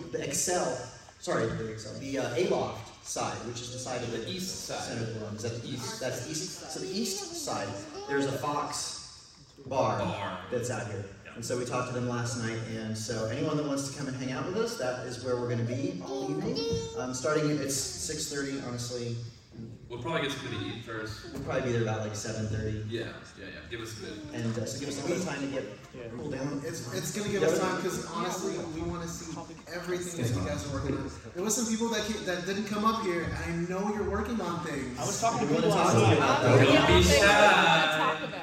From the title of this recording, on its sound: LIVE from Star Wars Celebration London